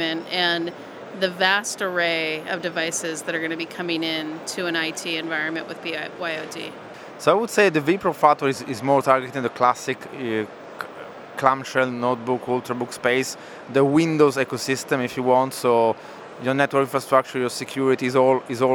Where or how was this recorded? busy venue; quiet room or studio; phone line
busy venue